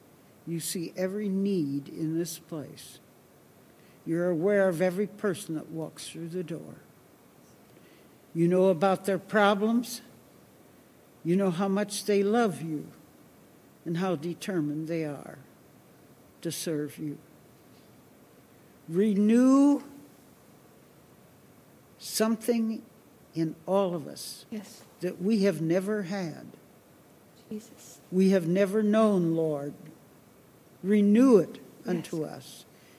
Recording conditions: large echoing room